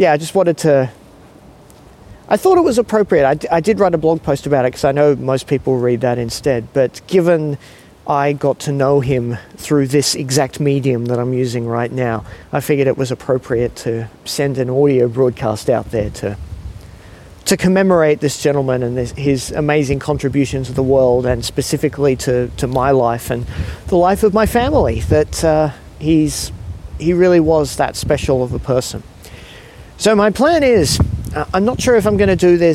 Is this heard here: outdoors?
yes